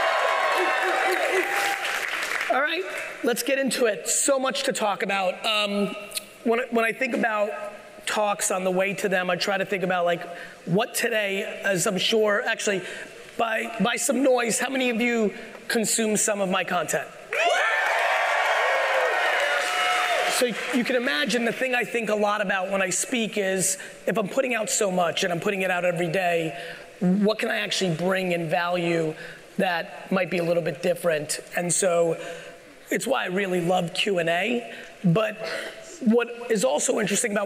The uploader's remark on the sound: I'm sharing my keynote from the Aspire conference in San Diego, California.